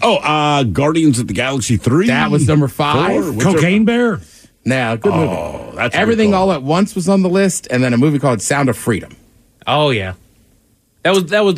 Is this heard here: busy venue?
no